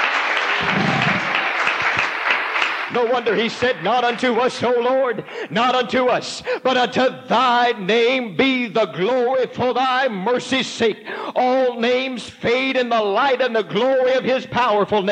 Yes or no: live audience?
yes